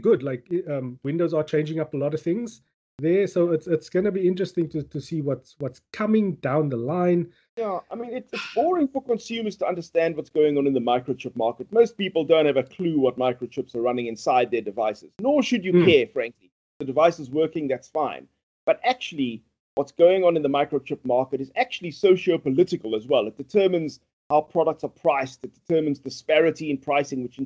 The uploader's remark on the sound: Recorded via Skype